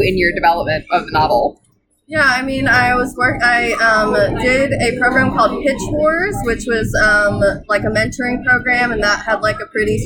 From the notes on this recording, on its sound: sorry for the audio - this was recorded live in a local brew pub